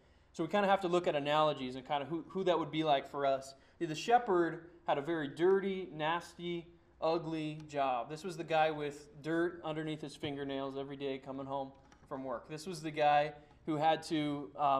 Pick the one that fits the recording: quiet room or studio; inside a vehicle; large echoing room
large echoing room